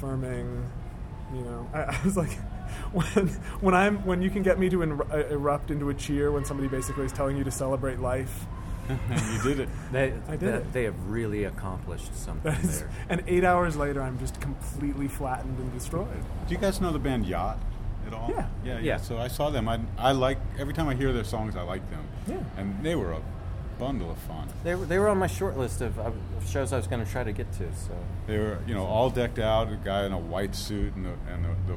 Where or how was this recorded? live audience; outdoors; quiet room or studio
outdoors